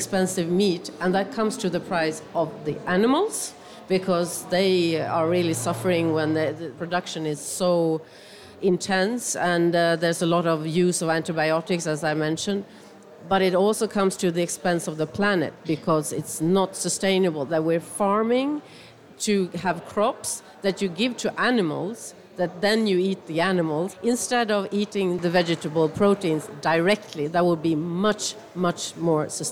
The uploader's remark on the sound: The podcast is taped live in front of an audience at the Nordic Pavilion at COP24 in Katowice, Poland.